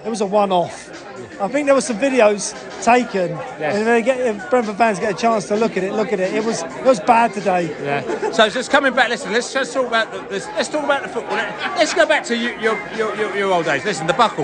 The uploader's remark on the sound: At the Brentford get-together in Venice just outside Washington.